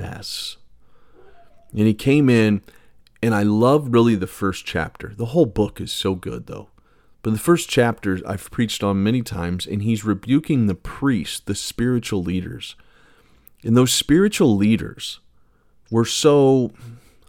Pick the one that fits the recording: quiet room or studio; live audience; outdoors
quiet room or studio